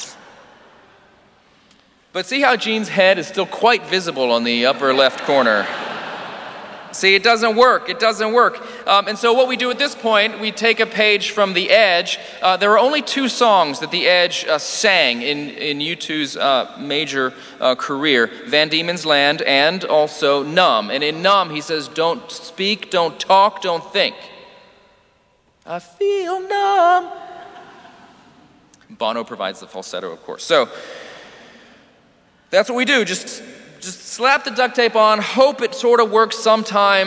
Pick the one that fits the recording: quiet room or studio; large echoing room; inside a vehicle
large echoing room